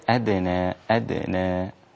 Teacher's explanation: قلقل الدال مع المحافظة على ترقيقها